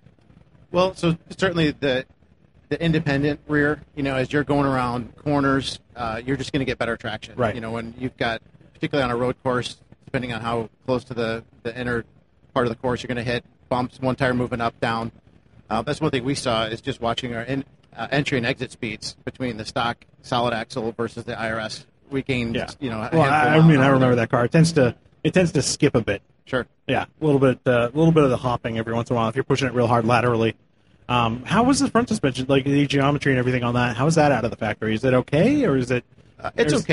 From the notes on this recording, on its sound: Live again from the Magnaflow stage at SEMA 2018